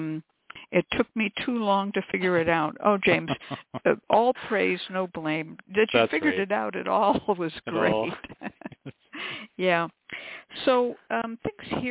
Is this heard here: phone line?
yes